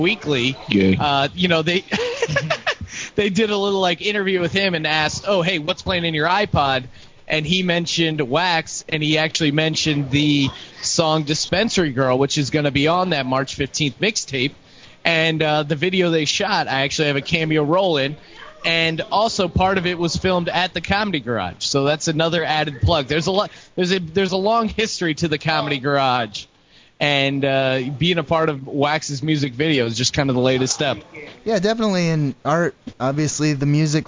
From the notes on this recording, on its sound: Live from the Brew Pub